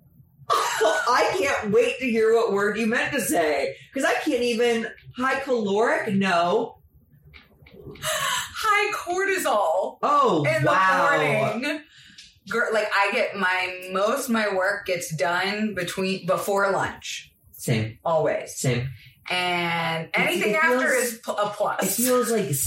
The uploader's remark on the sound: YES WE KNOW THE AUDIO IS BAD!!!